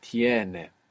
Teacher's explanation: when we stress down on that e, it splits and it becomes tiene · Term: splits into an IE